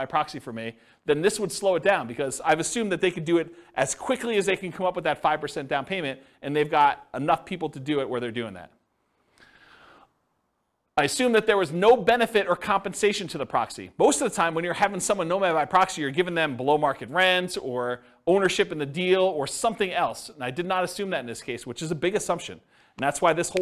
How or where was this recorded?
live audience